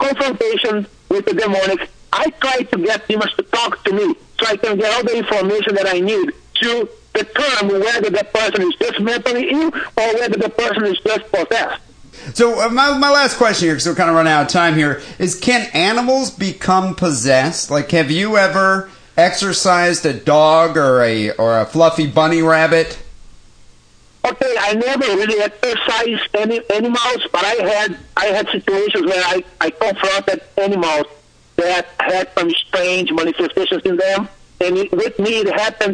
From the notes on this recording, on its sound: Phone calls and emails.